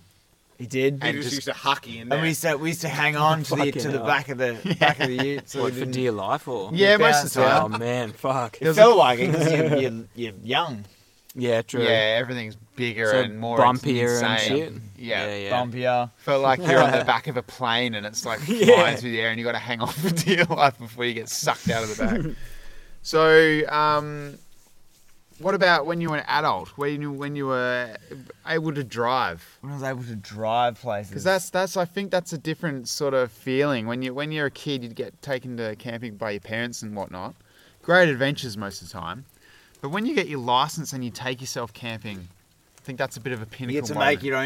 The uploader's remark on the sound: The second part of this recording out under the stars, alongside the river, in the wild. Camping.